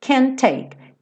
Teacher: você vai juntar esses dois T's em um